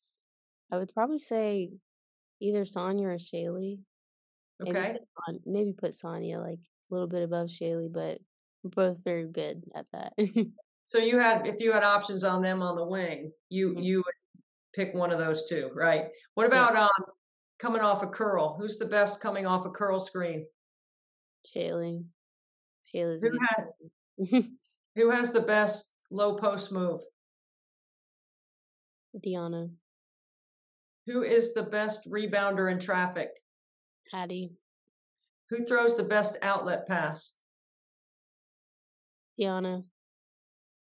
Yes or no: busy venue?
no